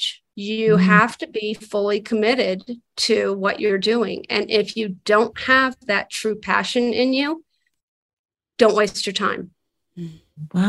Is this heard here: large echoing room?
no